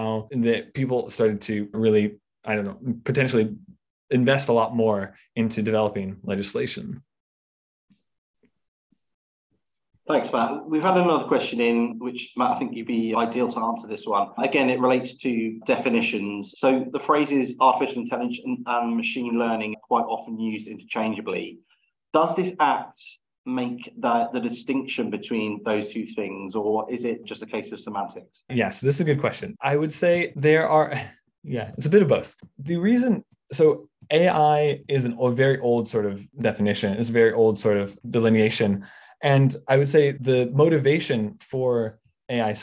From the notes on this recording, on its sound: This podcast is a recording of a Babel webinar.